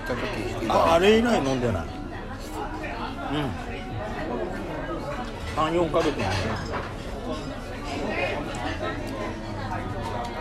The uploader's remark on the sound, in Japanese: 忘年会の模様です。ロケラヂ。